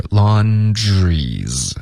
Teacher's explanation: 这个 laundry 跟 is 我们会用一个缩写的发音是 laundries